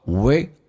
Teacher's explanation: 短元音，嗓子眼发力，声音往后靠，will。L 这个发音舌尖抬起来靠向你的上齿龈 Will You will You will reap What you are sowing today.